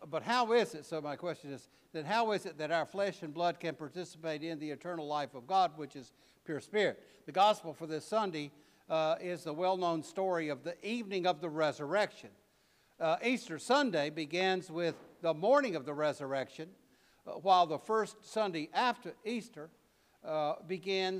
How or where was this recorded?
large echoing room